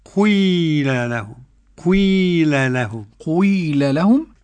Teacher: يعني كسر وضم، بس يكون الغالبة الضم · Term: إشمام